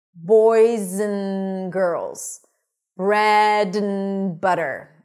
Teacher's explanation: So we generally don't say and, we just say n. So we turn the a into a schwa, and the d, we just eliminate. We don't really need it, n.